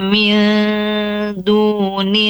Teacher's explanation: Nun sukun atau nun mati bertemu dengan huruf dal, ya. Ikhfa, dibaca samar.